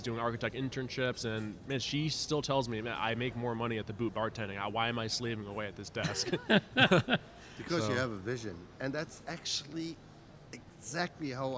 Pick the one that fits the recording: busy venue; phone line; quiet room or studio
busy venue